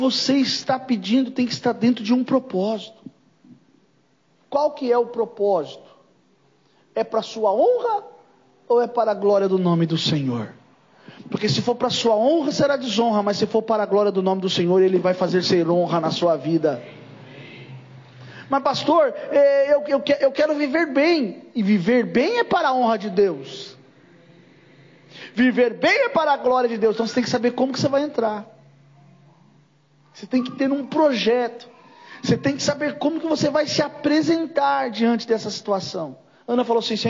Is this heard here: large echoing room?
yes